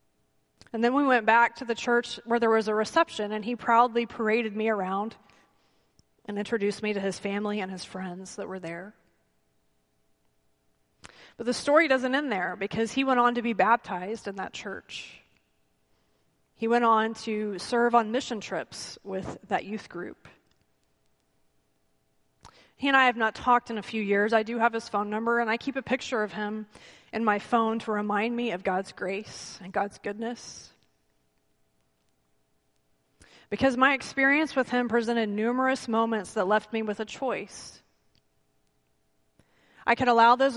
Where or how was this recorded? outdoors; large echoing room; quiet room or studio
large echoing room